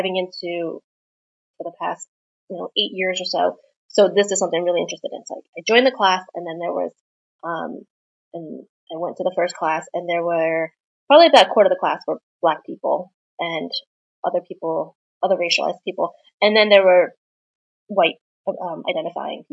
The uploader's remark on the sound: My apologies for the audio quality in this episode. I forgot to plug in my microphone and was using my computer.